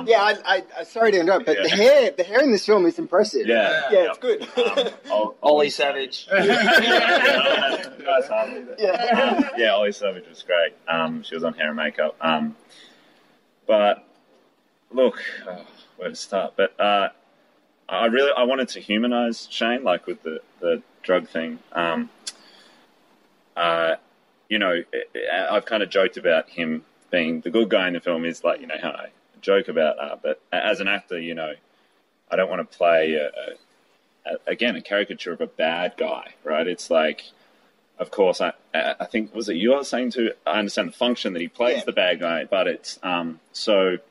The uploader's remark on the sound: Was recorded outside Luna SX after I'd had a chance to see the film.